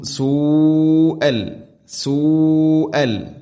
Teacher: അതുകൊണ്ട് മുത്തസിൽ മുത്തസിൽ വാജിബാണ്, നിർബന്ധമായിട്ടും നാലോ അഞ്ചോ ഹർക്കത്തിന്റെ ഖദറിൽ ആ തോതിൽ നീട്ടണം.